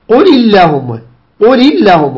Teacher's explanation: فقبل كلمة الجلالة مكسور، ماذا نفعل؟ نرقق كلمة الجلالة · Term: الترقيق